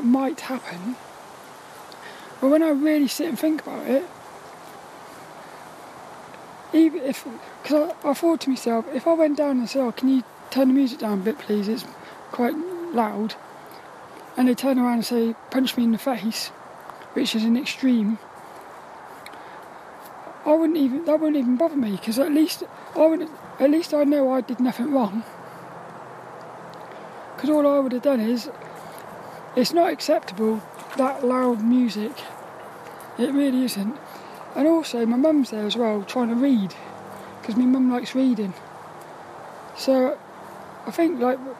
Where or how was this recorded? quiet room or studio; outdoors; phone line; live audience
outdoors